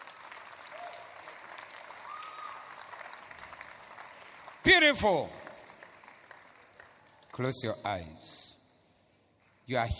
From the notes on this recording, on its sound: Preached at the Zeloo Service on 18092022